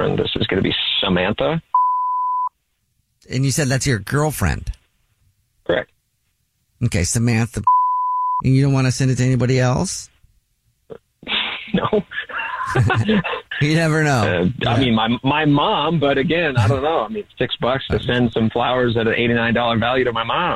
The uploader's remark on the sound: on the phone